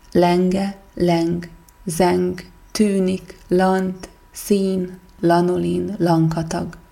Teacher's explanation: Zöngés hang. Hangzása épp az orron át kiáramló levegő miatt egyenletes, zümmögő hatást kelt. Mind az N, mind az L hangokat a lágy hangok csoportjába szokás sorolni, ezekhez valamiféle nyugalom, bensőséges, szemlélődő hangulat kapcsolódik. · Term: orrhangok